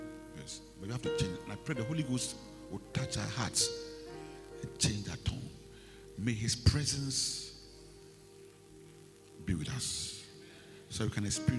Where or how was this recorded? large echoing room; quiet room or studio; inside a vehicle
large echoing room